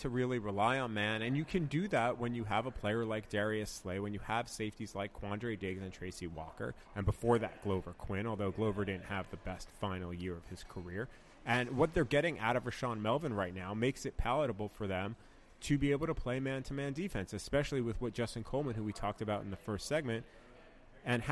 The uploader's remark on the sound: Live from Regents Field in Ann Arbor, Michigan.